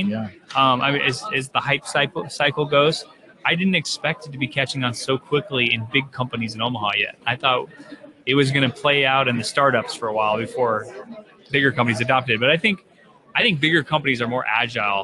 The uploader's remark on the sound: Live from Infotec 2016